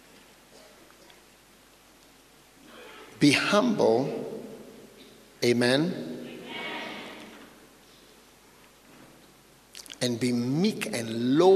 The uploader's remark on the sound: Preached at the Healing Jesus Pastor's Conference, Nyeri-Kenya, on the 2nd and 3rd December, 2022.